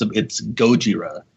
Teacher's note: It's Gojira with the accent on the go rather than the Jira.